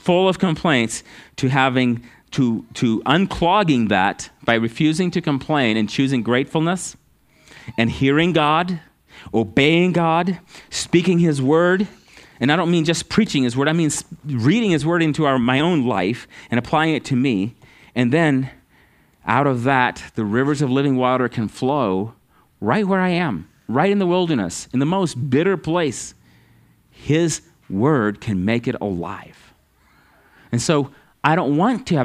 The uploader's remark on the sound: at Living Water Fellowship Denver's Sunday morning service on October 9th 2022.